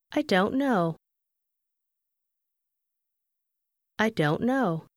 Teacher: Bạn hãy chú ý đến âm t gần như biến mất khi don't đứng trước những từ khác.